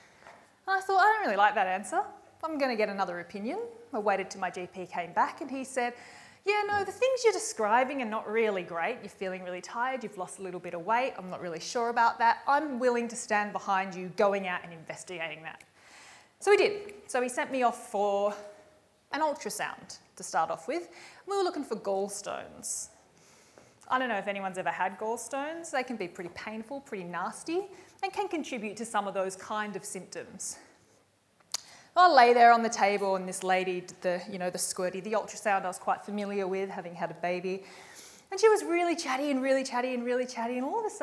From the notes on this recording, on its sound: recorded live at REBar Camp 2018